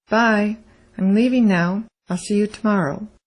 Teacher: The M and L sounds are barely said aloud, but a native speaker hears them